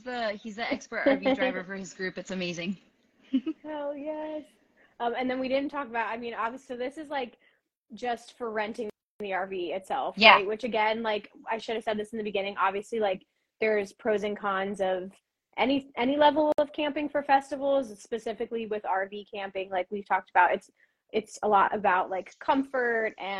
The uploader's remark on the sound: Live Q&A. Joining me on this IG live.